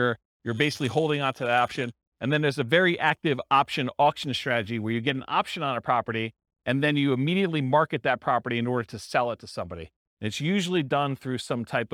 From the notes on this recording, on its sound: This was a live class recorded